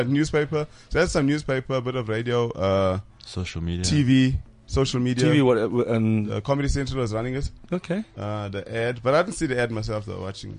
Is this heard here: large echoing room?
no